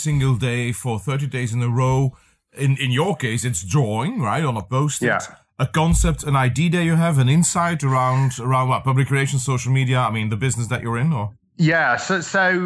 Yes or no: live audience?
no